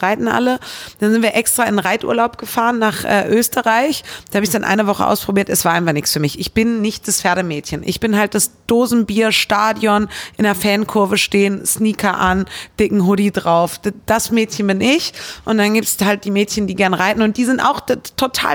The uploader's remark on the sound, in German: turi2 hat den Podcast Anfang März in der Fußballkneipe Lotta in Köln aufgezeichnet.